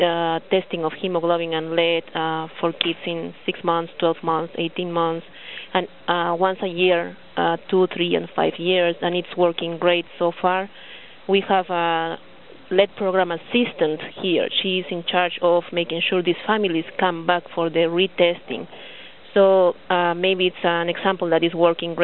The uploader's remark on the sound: May 2005 Author in the Room® Teleconference